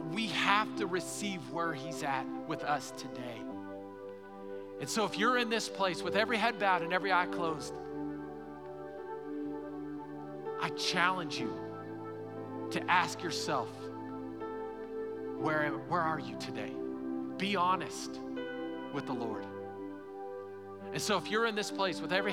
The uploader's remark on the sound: Recorded live during our Sunday morning service.